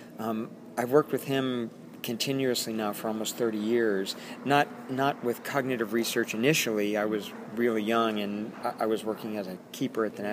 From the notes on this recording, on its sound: On location at the 24th Congress of the International Primatological Society in Cancun, Mexico.